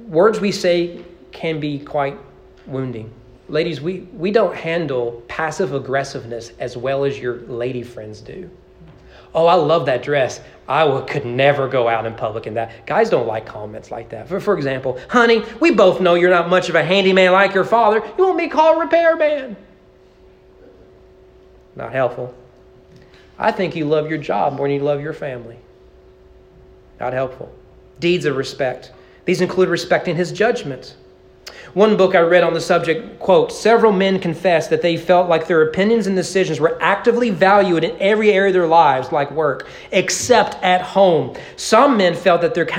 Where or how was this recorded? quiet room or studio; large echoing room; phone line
large echoing room